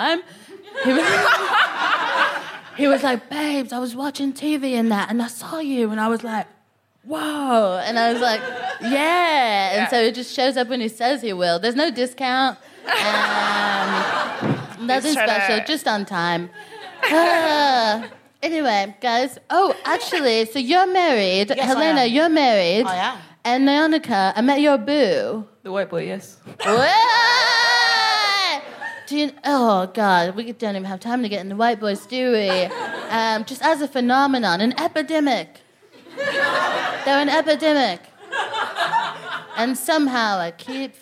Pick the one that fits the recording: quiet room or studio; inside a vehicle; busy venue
busy venue